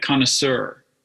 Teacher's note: Once in a while, there's a stressed schwa, and that's kind of weird, like connoisseur. Uh, that's one pronunciation of it is a stressed schwa there, and that's a little weird.